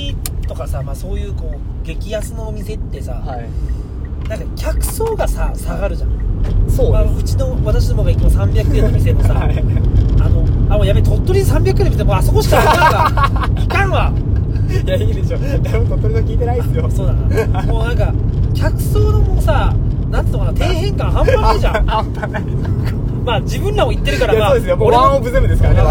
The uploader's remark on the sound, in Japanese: 営業中の車の中で